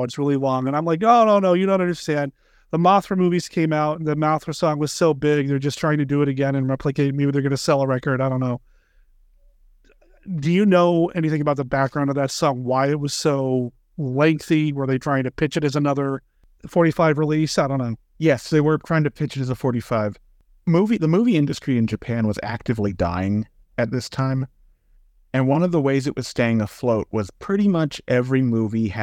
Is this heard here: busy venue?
no